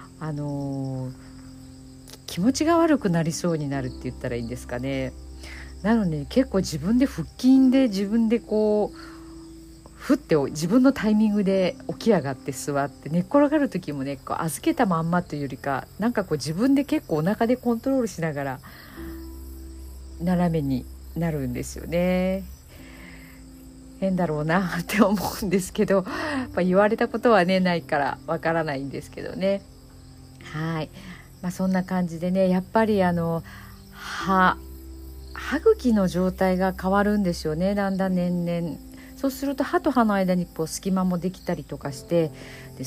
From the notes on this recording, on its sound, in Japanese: ベランダで録音しています。蝉の鳴き声と秋の虫の鳴き声が交差して。